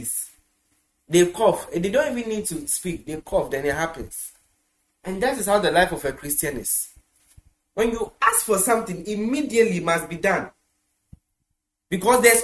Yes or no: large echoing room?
yes